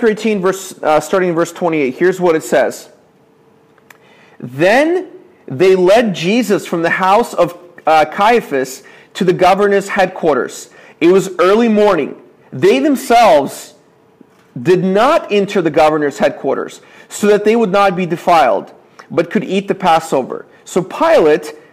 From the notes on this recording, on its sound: This is a sermon I preached at my church